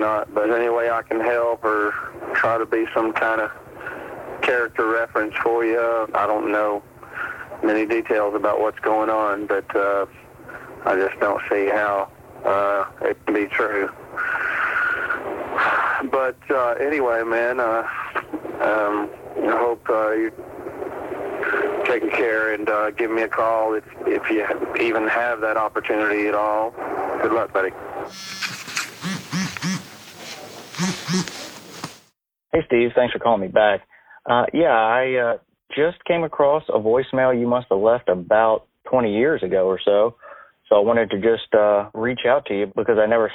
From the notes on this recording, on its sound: Being on Death Row in the Polunsky Unit. You will hear one of the only phone calls.